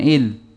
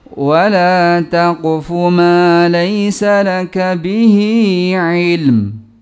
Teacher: langsung bibirnya ditemukan, ilm, sebagai tanda ada mim ujungnya · Shown in: second take · jangan il, kalau il, ini belum ketemu, ya, kalau cuma kata il.